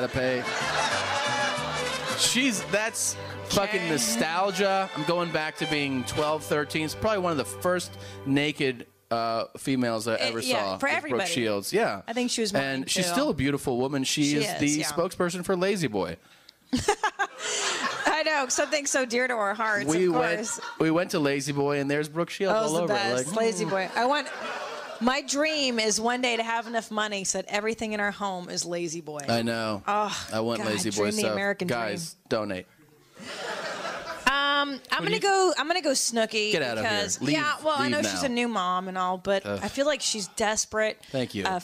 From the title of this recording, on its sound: Live From Pasadena